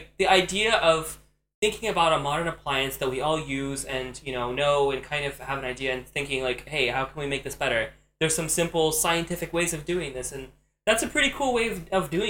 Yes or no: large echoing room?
no